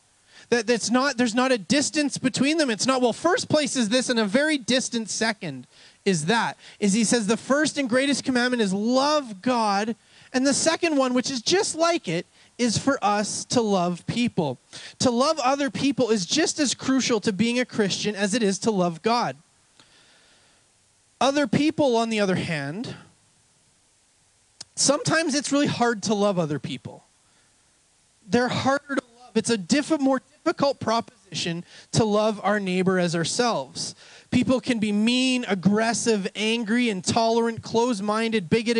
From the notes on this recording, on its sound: We had an outdoor service this Sunday which led to some technical issues, they do get resovled part way through the message.